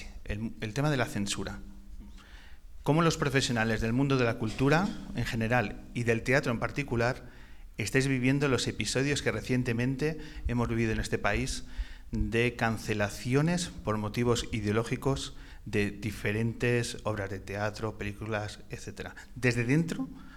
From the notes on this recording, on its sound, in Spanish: La grabación de esta edición especial que hemos realizado desde el teatro más antiguo de La Rioja, en plena Sierra de la Demanda, en el pueblo de Canales de la Sierra. Un lugar lleno de historia y magia donde sobre su escenario hemos grabado.